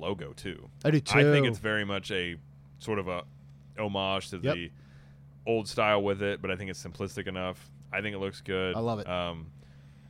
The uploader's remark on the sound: on location at Disney World!